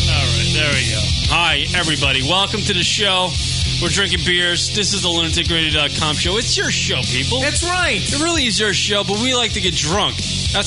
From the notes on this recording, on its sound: New LR Studio. Open phone lines.